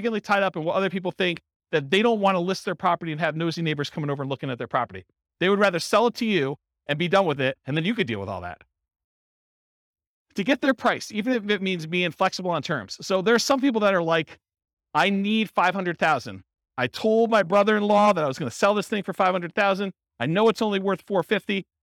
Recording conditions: live audience